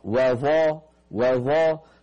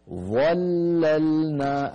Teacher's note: ننتبه إلى هذه الكلمة، فيها حرف واحد مفخم وهو الظاء، أما الواو التي قبل الظاء مرققة، وظا وظا، ثم بعد الظاء المفخمة نعود إلى اللامات المرققة، المرققة أيضا.